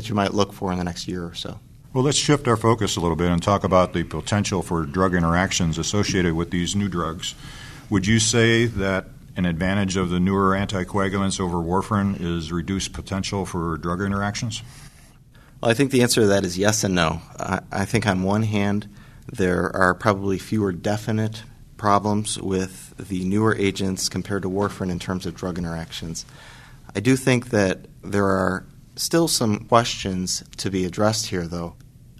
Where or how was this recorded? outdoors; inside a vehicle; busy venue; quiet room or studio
busy venue